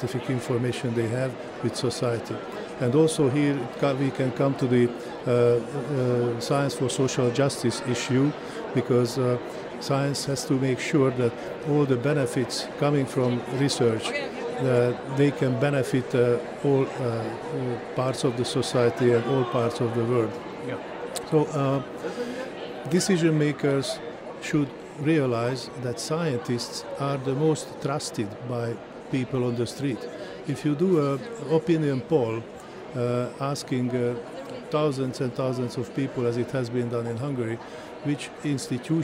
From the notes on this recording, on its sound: We continue our broadcast live from the Cape Town International Convention Centre where the Department of Science and Innovation is hosting the World Science Forum.